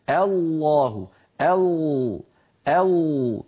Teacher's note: يصاحب اللام المفخمة تقعر لوسط اللسان وتضيق في الحلق بخلاف المرققة. لاحظوا بارك الله فيكم شكل اللسان في الصورة التي على اليمين وهي للام مفخمة، وفي الصورة التي على اليسار وهي للام مرققة.